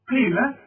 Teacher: القاف مكسوره والقاف في اخر درجات التفخيم